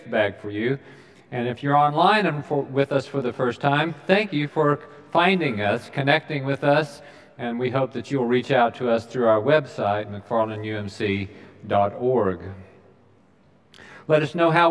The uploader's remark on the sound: Recorded live during the Sunday worship service.